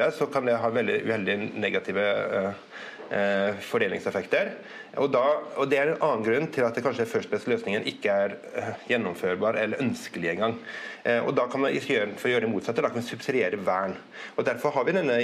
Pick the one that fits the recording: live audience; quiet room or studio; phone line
live audience